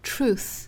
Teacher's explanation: 在发这个音的时候舌头伸出来一点点然后去摩擦上排牙齿因为这是一个清辅音嘛，所以要有气流从齿舌之间通过。Truth 再跟后面连读就是 truth is. · Term: th 的发音